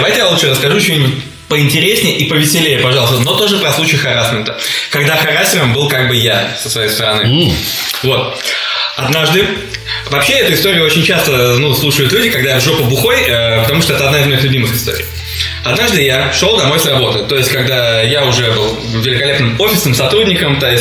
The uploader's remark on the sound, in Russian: запись стала лучше, но появилось эхо